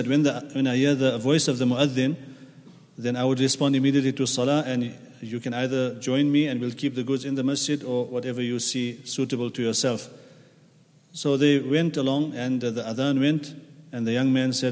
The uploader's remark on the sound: at the Houghton Masjid (West Street)